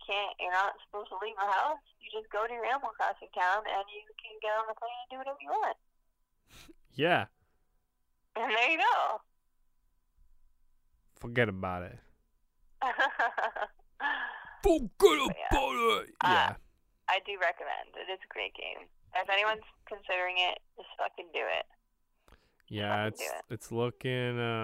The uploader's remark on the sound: joins via phone call